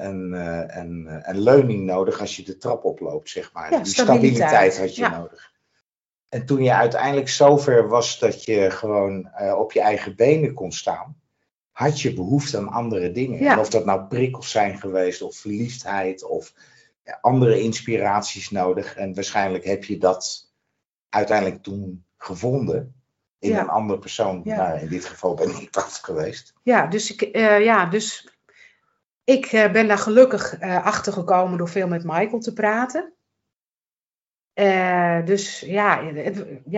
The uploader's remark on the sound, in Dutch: Die opgenomen is via Teams.